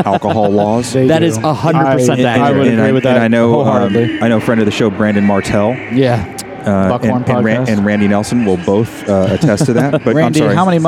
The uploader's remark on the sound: Join us this week as we podcast from the Arnold Sports Festival in Columbus, OH.